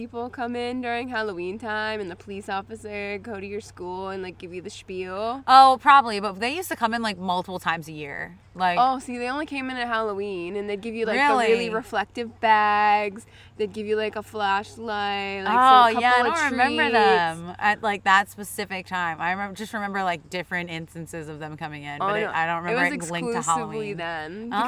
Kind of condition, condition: setting, outdoors